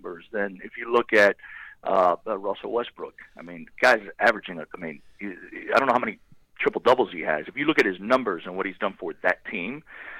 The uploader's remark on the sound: LIVE on the Back In Action Hotline